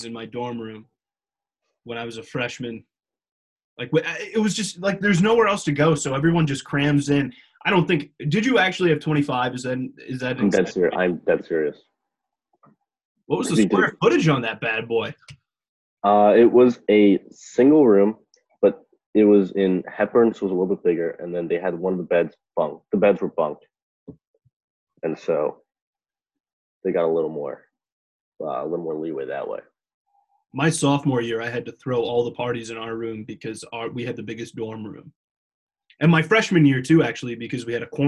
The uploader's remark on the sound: You Took It Too Far tries Zoom!